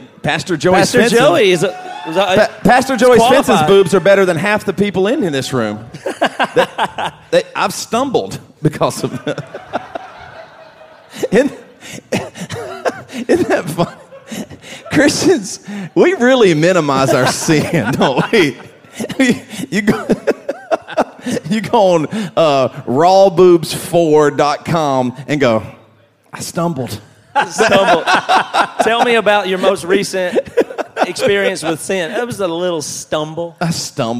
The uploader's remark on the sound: Live at AudioFeed Festival